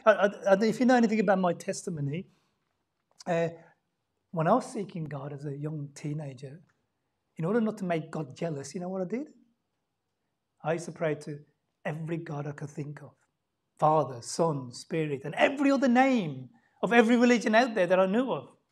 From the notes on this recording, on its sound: Sunday Service 10:40am LIVE STREAM